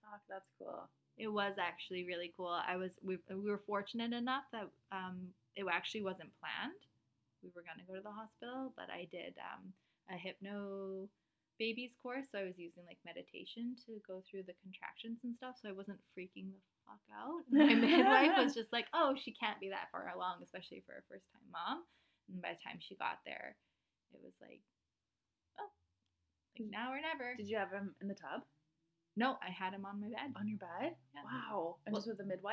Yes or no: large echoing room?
no